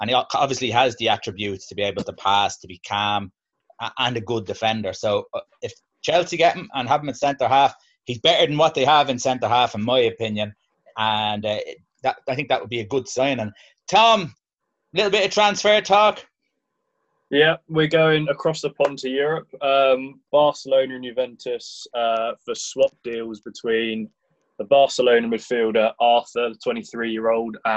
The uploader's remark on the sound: Zoom Show